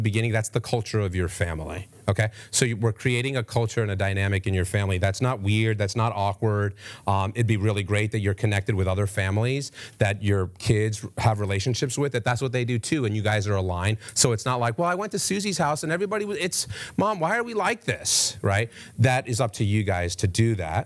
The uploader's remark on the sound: Today’s audio comes from the National Disciple Making Forum by Discipleship.org.